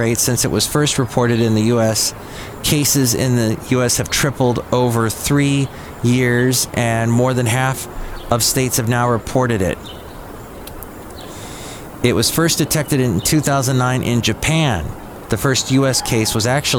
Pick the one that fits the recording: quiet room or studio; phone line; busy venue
busy venue